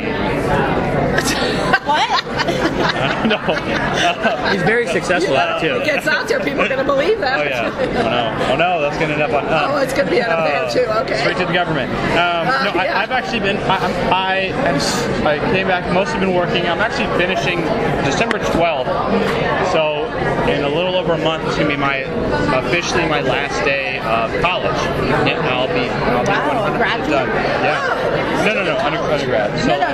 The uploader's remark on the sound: At the Day of Days event.